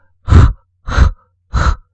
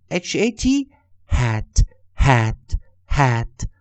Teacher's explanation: 它是一个气音，或者我们也讲 h 是个声门